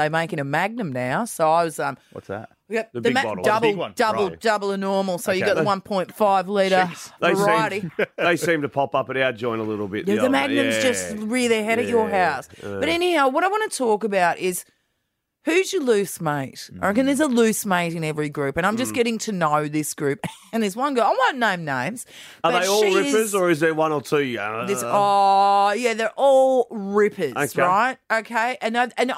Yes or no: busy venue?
no